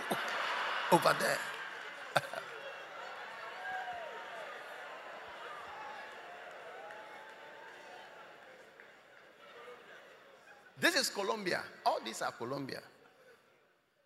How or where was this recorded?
live audience